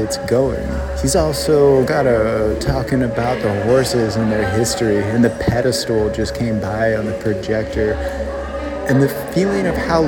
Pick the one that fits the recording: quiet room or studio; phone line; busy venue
busy venue